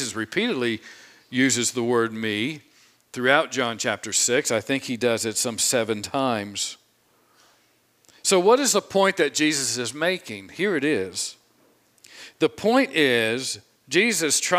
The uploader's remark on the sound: from the pulpit of Grace Community Church in Berea, KY